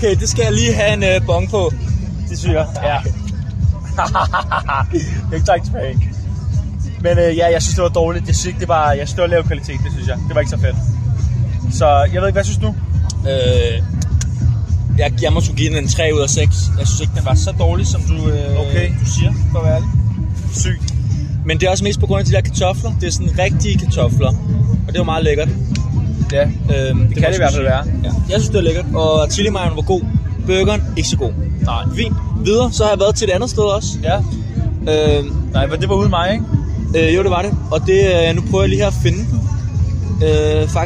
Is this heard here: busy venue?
yes